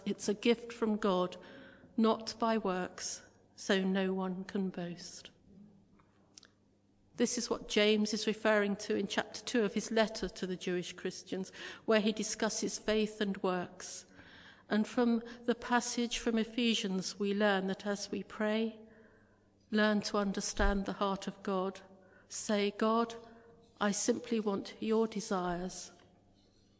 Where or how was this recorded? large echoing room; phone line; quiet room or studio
large echoing room